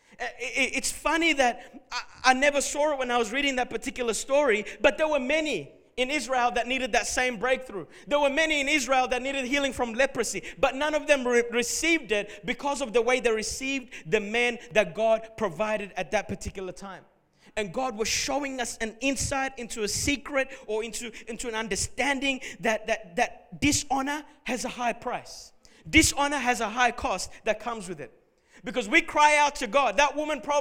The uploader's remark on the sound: Recorded at Revive Church Melbourne.